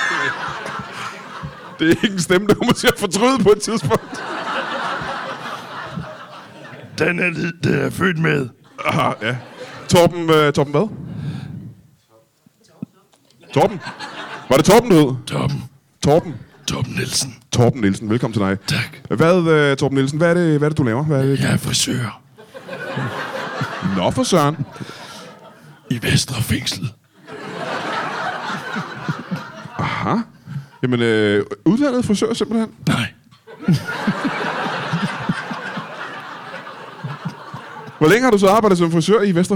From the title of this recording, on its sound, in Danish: LIVE fra Hvedstrup